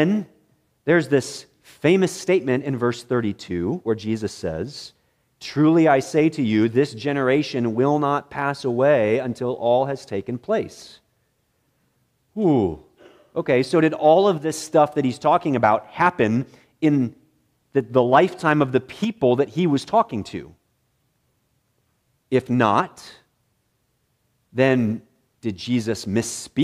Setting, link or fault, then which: setting, large echoing room